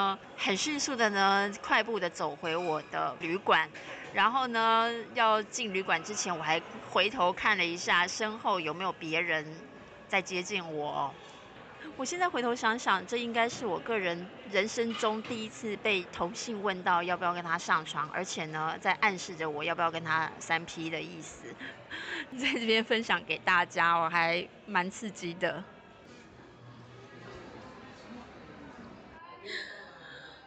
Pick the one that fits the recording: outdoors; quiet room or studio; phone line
outdoors